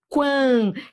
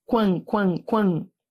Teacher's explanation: Quan, eu tô indo do fraco pro forte. Quantidade é um ditongo crescente.